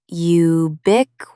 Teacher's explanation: Put the stress on the second syllable.